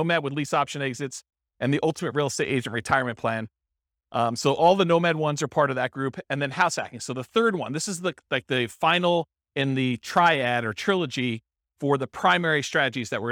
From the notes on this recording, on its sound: This was a live class recorded